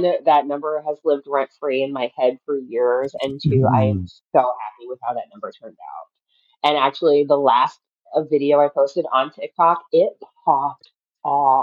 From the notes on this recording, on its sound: Our first "video" interview. There are some audio issues during the course of the conversation.